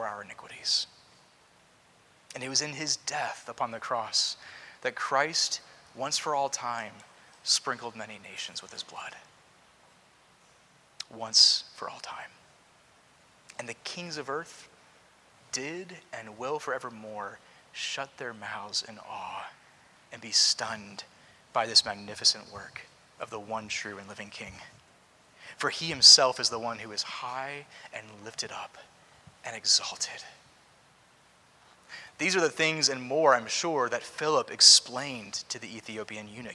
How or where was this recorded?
large echoing room